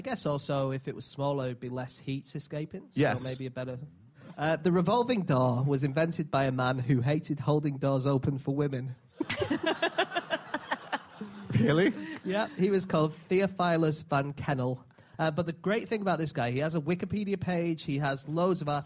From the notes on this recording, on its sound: Live from The Edinburgh Festival